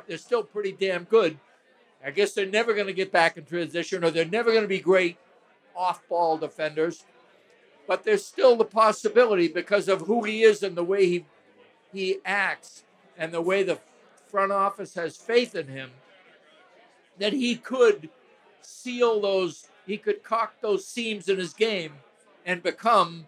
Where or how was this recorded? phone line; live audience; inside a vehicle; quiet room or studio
live audience